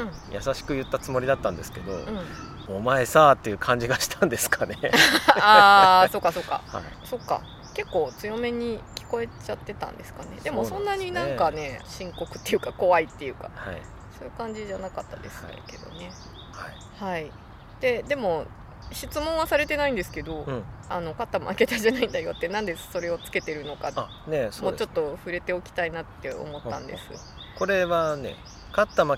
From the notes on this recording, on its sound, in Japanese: 今回も、すっかりお気に入りになった明治神宮の芝生で、のびのびと収録しました。天気は晴れ。